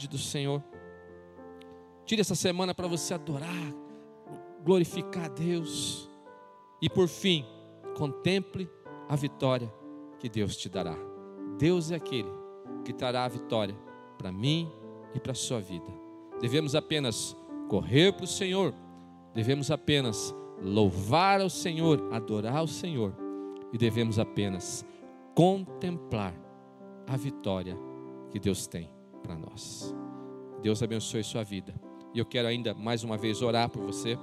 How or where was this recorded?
large echoing room